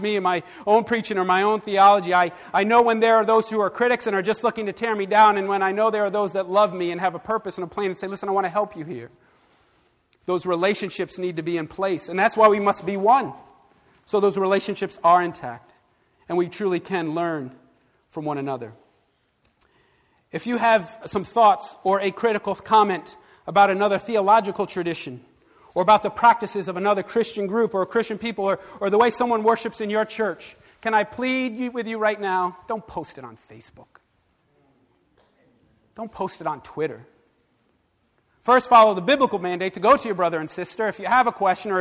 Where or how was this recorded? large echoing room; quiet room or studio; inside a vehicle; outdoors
large echoing room